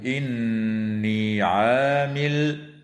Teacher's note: وتغن النون من كلمة إني